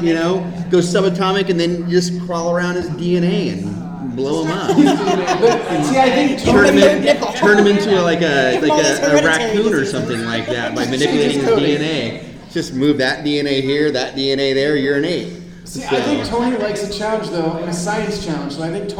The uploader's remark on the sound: our first panel at Phoenix Comic Fest 2018